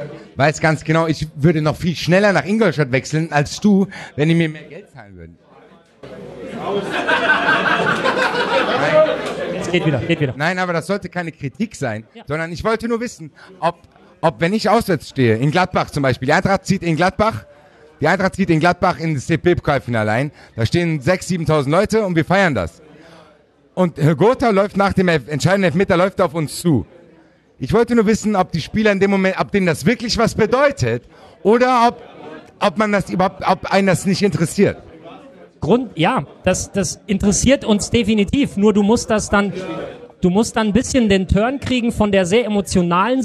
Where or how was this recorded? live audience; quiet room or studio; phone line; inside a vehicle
live audience